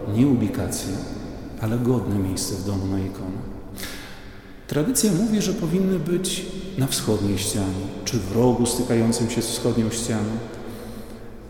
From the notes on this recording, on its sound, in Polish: Nagranie pochodzi ze spotkania w parafii św. Jerzego Zwycięzcy w Białymstoku.